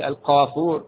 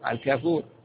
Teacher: أقصى اللسان من أعلى، والكاف من أقصى اللسان أسفل جنب بعض · Term: مخرج القاف